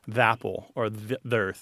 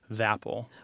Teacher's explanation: we will drop the schwa and put that unvoiced TH, kind of alight it with the following word that begins with the vowel sound.